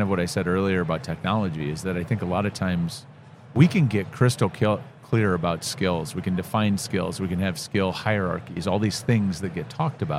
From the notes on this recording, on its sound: Live at the HR tech 2022 conference